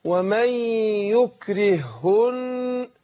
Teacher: إن الهاء الأولى أضغمت في الثانية إضغام مثلين صغير